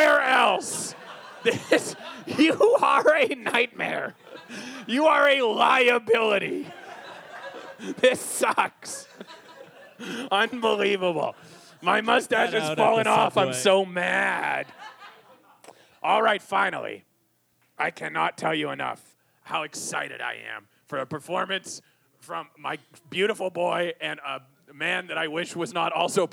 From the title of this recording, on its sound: Live at Toronto Sketchfest